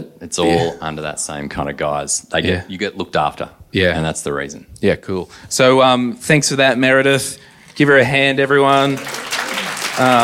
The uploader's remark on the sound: (live in Canberra). We had an awesome time meeting peeps and doing a live recording in Canberra.